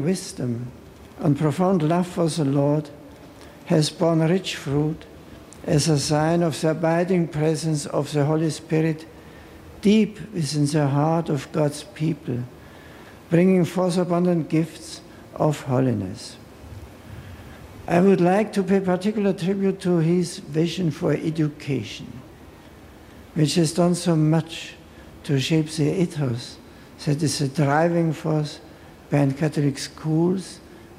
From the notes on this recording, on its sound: homily at Cofton Park